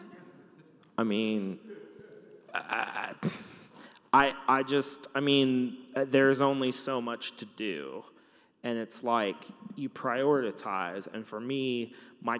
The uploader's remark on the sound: Came out to Seattle and we chatted in front of a live audience! Some great questions, a few good laughs, and it all takes place in a huge church!